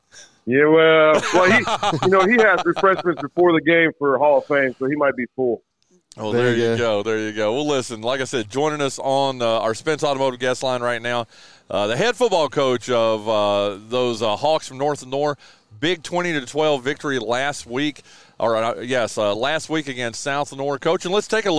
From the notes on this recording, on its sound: Live from the fourth annual True Smoke BBQ Smoke-Out.